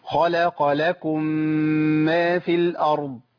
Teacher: الميم المشدده بتاخد زمن حركتين